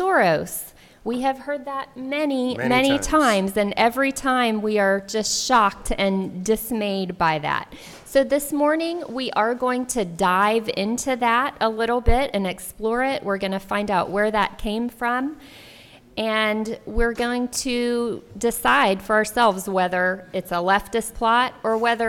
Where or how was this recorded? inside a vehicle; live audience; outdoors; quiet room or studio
live audience